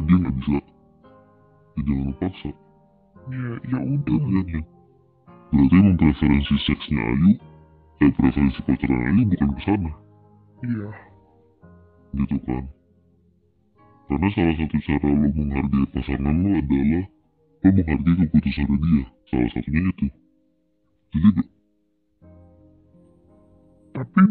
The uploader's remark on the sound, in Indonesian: Mohon maaf kalau qualitas Audionya tidak menyenangkan